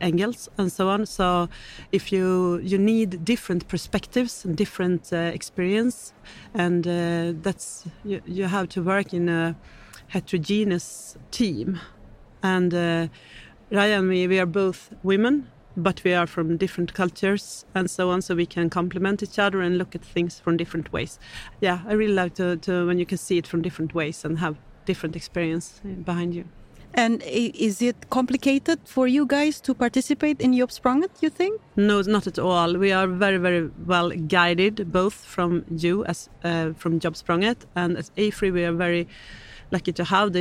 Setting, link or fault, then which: setting, busy venue